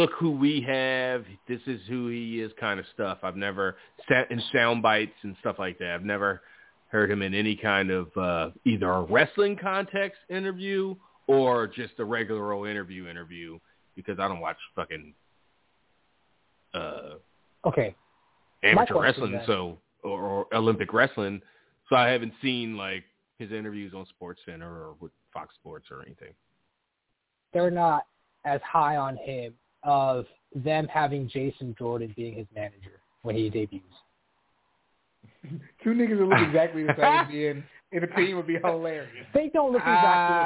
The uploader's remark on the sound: Live phone calls and more.